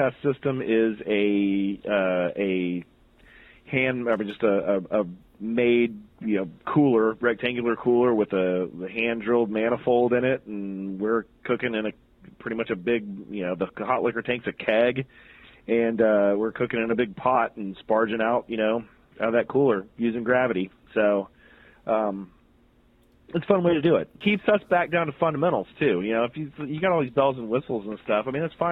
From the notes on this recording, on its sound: had the chance to talk to him on the phone